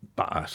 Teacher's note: she did this terrible crime that teachers used to stop us doing, which is using the glottal stop